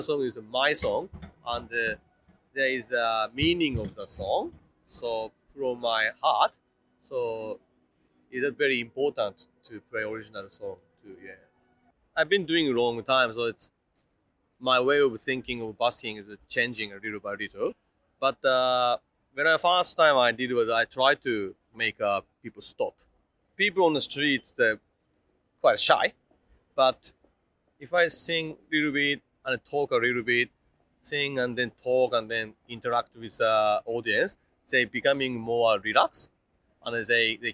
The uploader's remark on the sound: Interview recorded on September 23, 2023 (Swanston Street, Melbourne Central Business District)